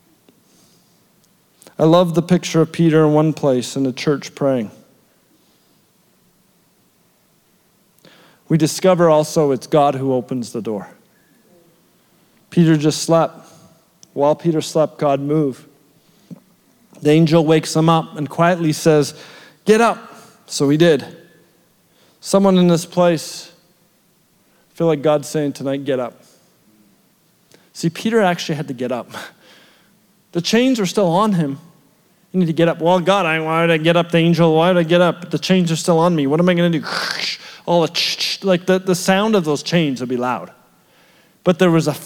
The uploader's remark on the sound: shared at our February 2023 Edmonton Gathering at The Summit Church Edmonton West